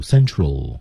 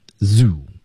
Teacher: 刚才说的 central 是舌尖顶上牙膛， zoo 舌尖底下齿背，一定要注意这两点。